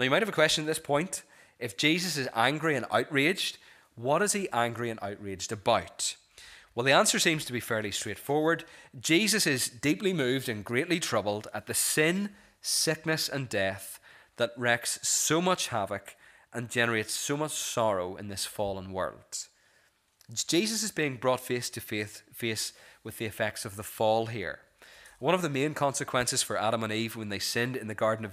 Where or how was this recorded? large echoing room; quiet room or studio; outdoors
large echoing room